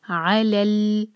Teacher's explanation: اس کے بعد علل، عین ایک حرکہ اور لام کو لام سے جوڑیں گے، بیچ میں جو حمزۃ الوصل ہے اس کو پروناؤنس نہیں کیا جائے گا. علل، اور جب ہم لام سکون پڑھیں تو اس پر جھٹکا نہ آئے.